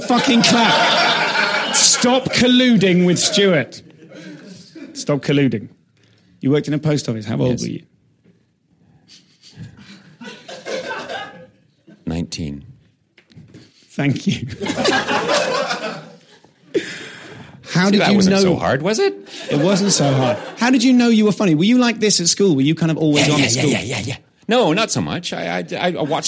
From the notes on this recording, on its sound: Live at the Edinburgh Fringe.